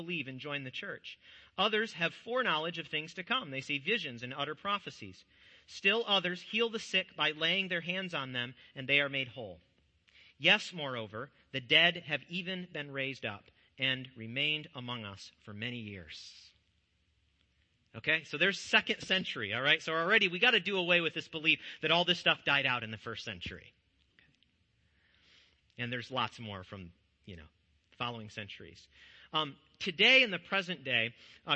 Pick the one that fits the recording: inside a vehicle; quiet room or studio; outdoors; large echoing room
large echoing room